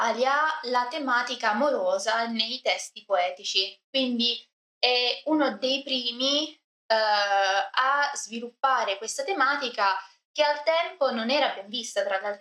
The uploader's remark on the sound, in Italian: scusate l'audio non al meglio ma ci sono stati problemi al mic